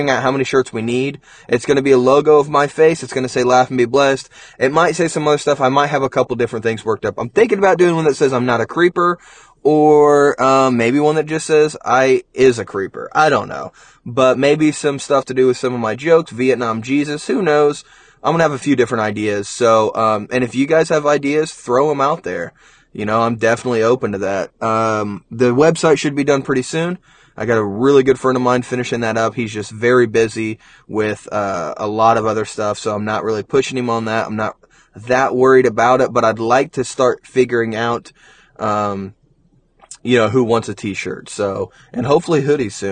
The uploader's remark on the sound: The audio may not be great this episode since we are driving